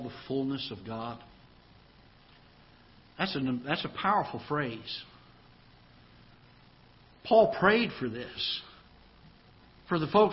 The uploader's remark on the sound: Ketha Heights Baptist Church ~ Live Broadcast